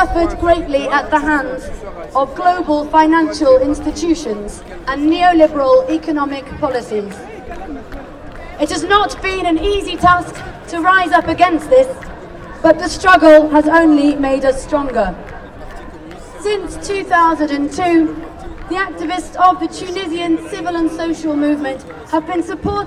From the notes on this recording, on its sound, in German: Mitschnitt (um eine Unterbrechung auf der Bühne gekürzt) von der englischen Begrüßungsansprache auf der Abschlusskundgebung der Eröffnungsdemo des Weltsozialforums.